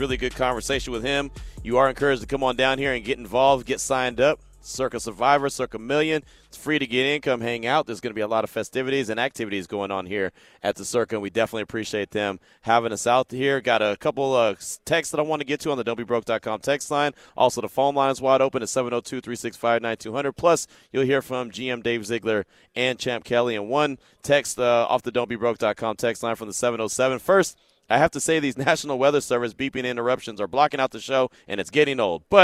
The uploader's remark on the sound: LIVE AT CIRCA SPORTS.